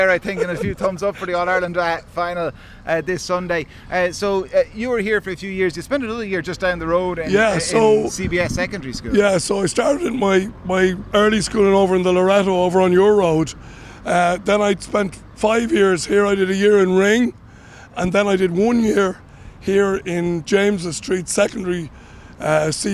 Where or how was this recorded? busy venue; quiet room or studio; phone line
busy venue